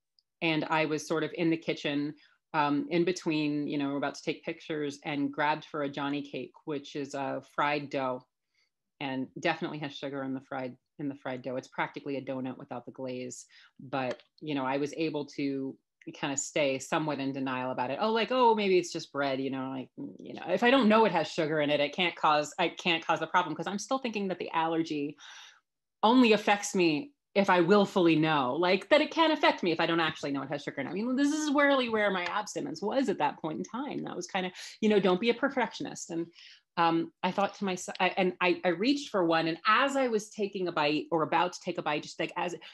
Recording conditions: video call